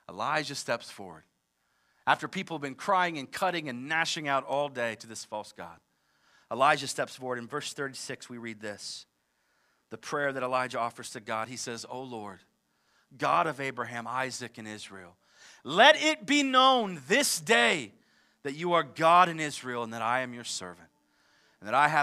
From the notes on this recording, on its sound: live from Covenant Church